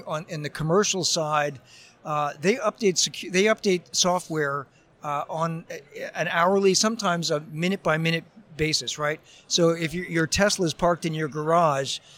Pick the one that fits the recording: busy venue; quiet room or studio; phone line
busy venue